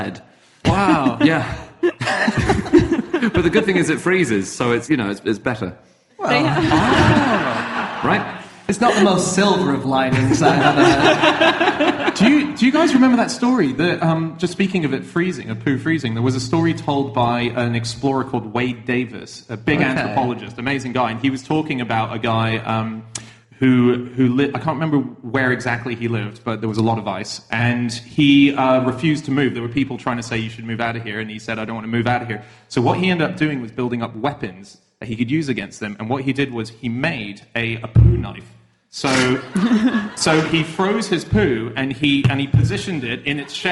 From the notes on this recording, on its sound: Live from Edinburgh.